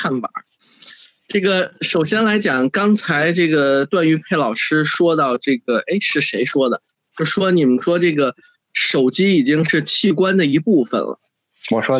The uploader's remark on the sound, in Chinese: 进行了北京、天津、海南三地连线，采用网络录制，请大家原谅我们本期的音质。